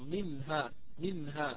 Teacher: نلفظها بوضوح وبيان فتسمع واضحة وتسمع غنتها عادية دون مط ولا تطويل زائد · Term: الإظهار